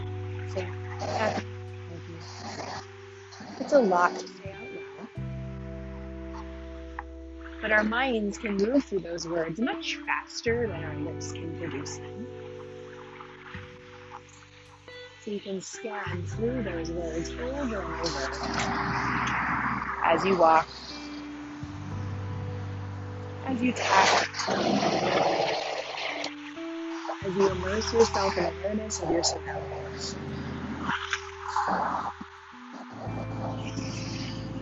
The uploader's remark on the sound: Recorded on a neighborhood walk, this episode has some ambient noise